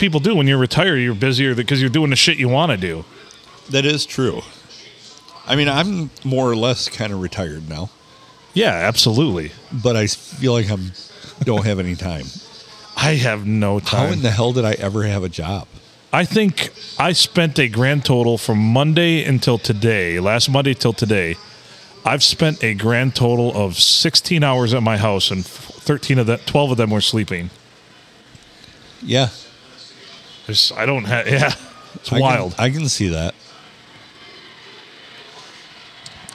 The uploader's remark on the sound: Recorded in Minden City at the Stumble Inn.